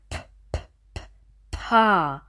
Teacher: Und ba, ba ziemlich deutlich. Es ist wichtig, dass hier Luft kommt, also nur Luft bei diesem Laut.